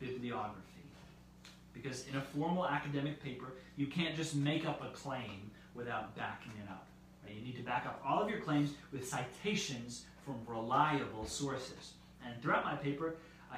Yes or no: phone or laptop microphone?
yes